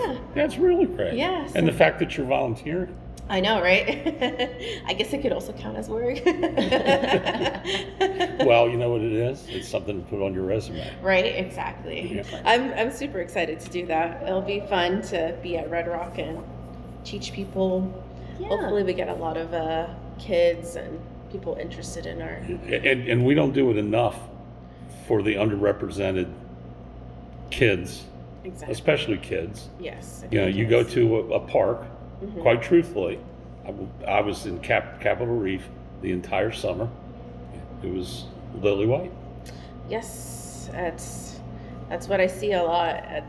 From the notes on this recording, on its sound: at the Three Corners Archeology Conference at University of Nevada Las Vegas